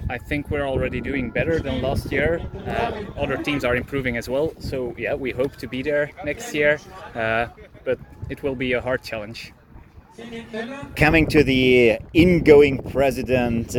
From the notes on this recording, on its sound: This episode was recorded at the Widnau tournament